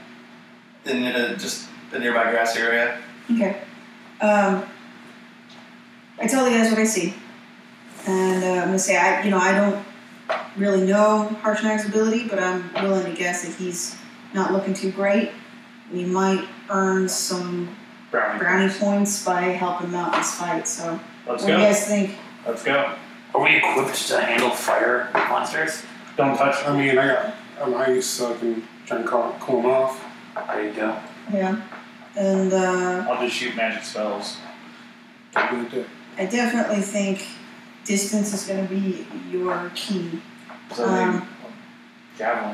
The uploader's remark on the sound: due to an audio malfunction the recording of this episode is very poor.